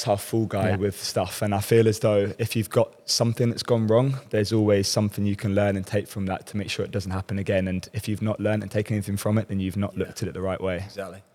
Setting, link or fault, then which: setting, busy venue